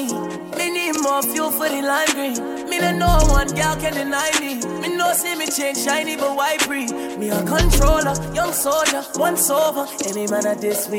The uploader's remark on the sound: LIVE AUDIO FROM ISLAND SATURDAYS ON OCT 14TH.